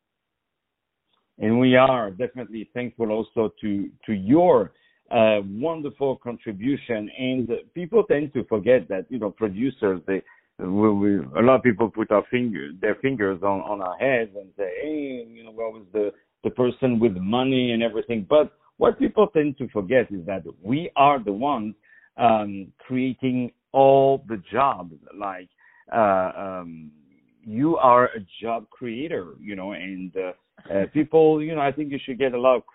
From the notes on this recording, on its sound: On the phone